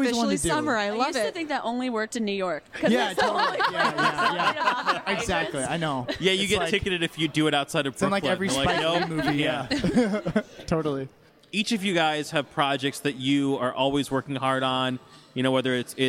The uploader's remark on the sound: In a live podcast panel recorded in May at Rockit Bar & Grill.